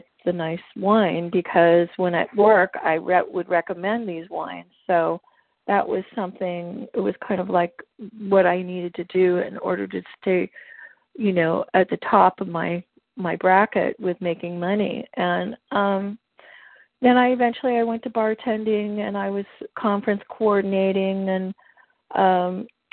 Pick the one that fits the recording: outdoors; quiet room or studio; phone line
phone line